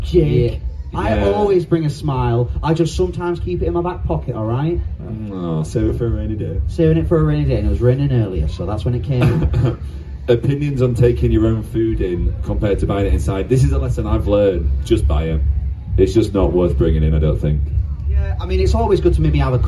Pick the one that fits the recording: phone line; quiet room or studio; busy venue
busy venue